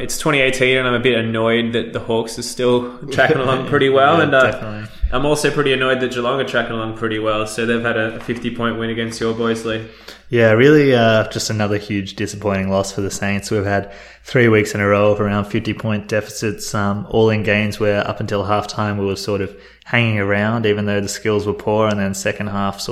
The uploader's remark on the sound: Despite the echo on the audio the boys are not in a cathedral